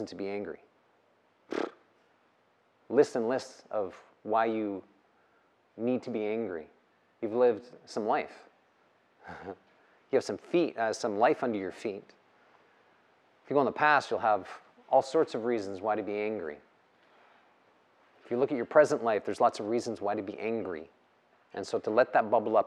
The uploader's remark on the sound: The live recorded lecture took place before a yoga practice at Peace Retreat in Los Pargos, Costa Rica in February of 2022.